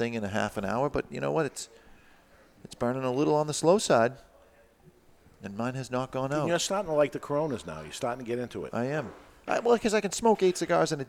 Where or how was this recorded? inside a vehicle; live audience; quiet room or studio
live audience